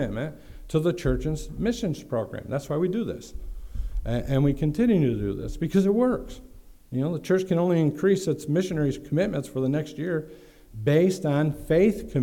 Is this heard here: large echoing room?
yes